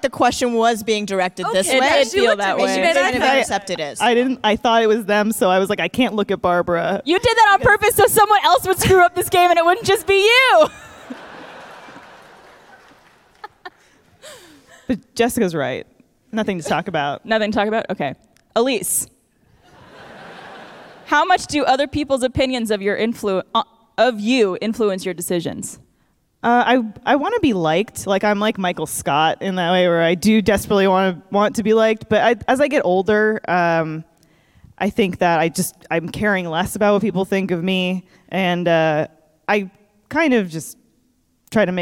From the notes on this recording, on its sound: live from RTX!